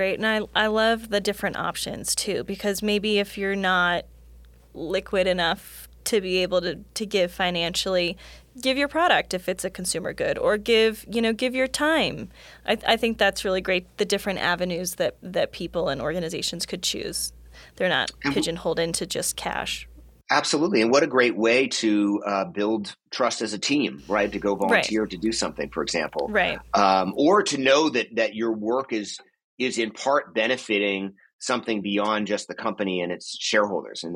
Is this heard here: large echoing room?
no